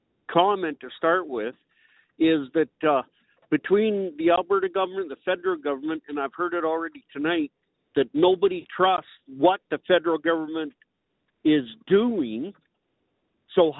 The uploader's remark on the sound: Central Alberta Telephone Town Hall